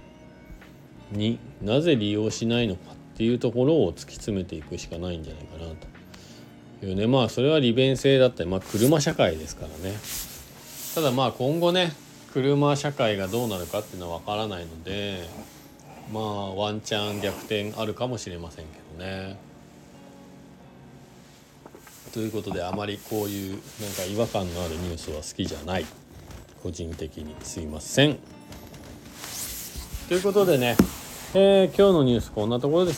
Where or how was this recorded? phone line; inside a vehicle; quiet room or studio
inside a vehicle